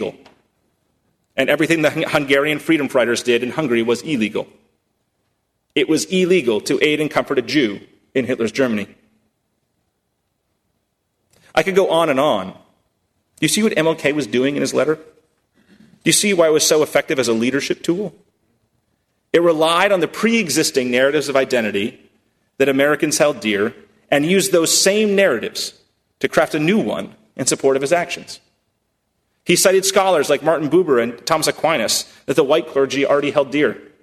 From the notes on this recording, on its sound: at First Congregational Church of Houston